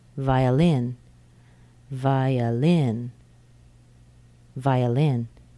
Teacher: The O has been replaced by a schwa because it's a very weak syllable. Vi-lin. Violin.